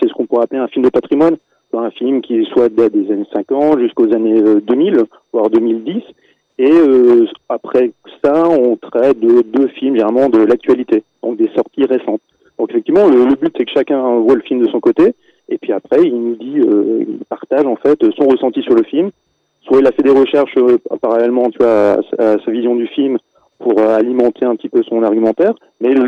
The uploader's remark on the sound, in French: La radio Strasbourgeoise RBS nous a convié à une interview très sympathique. Pour respecter le protocole sanitaire en vigueur, l'interview s'est déroulée en distanciel par téléphone.